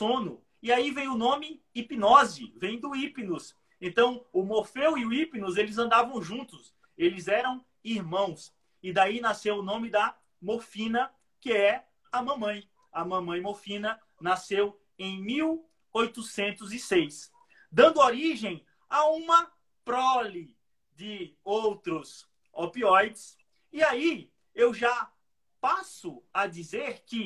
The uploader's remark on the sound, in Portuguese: a nossa SEGUNDA LIVE no Instagram